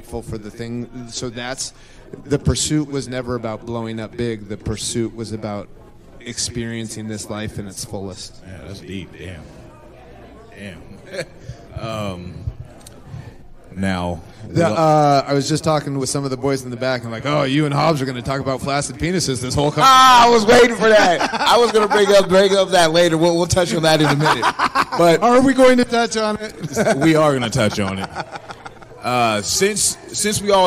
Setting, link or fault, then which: setting, live audience